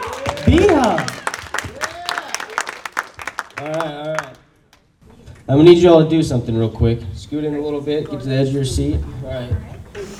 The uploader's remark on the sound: Pitch Night at NFT Connect - Austin TX. - June 6, 2022 - Open Mic